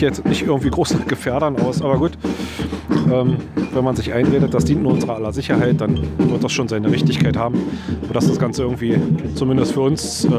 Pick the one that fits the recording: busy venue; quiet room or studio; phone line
busy venue